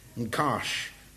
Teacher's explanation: So it's almost one word without the first vowel in it.